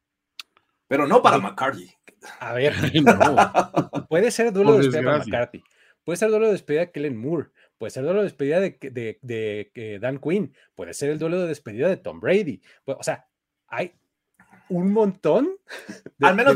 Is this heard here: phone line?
no